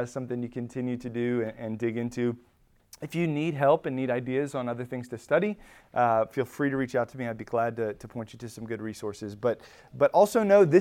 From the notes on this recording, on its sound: Recorded at Emmaus Church in Buford, GA